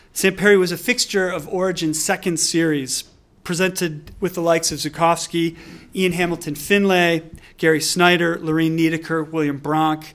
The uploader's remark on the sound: delivered this lecture on March 1, 2018 at the University of Chicago